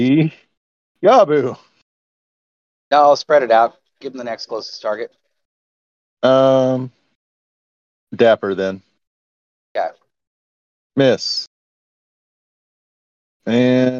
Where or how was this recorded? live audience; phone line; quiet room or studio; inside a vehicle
inside a vehicle